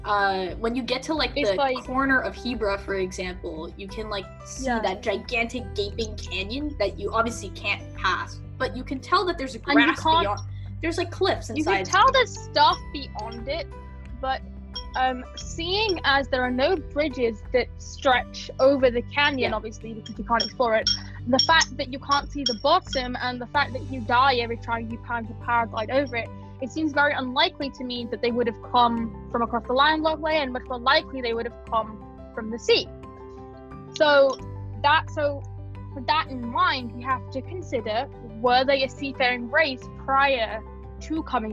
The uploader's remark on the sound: Also, sorry for any background noise.